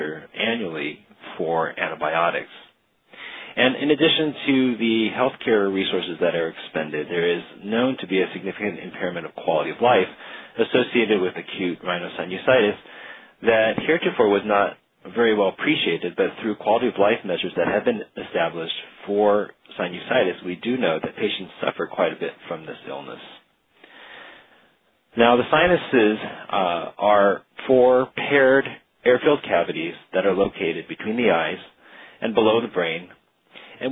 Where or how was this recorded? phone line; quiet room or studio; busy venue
phone line